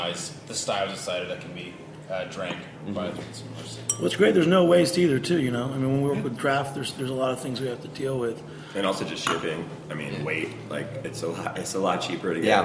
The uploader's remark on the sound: Recorded last Sunday at Three’s Brewing. Winter Can Jam event.